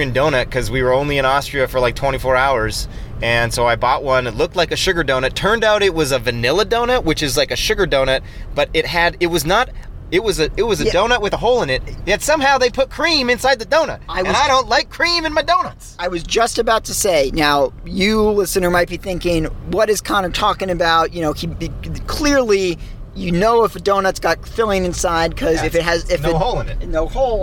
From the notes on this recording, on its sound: record live from Slovenia while driving